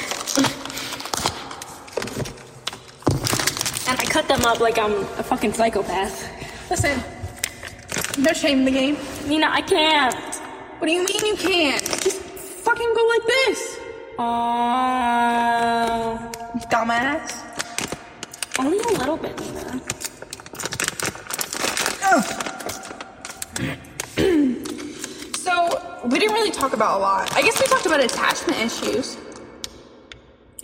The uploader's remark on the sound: All while in the car.